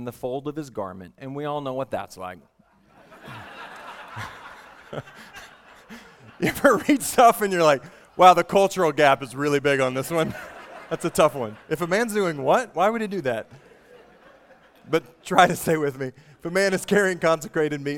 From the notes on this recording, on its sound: at the Vineyard Southeast Regional Conference in Pigeon Forge, TN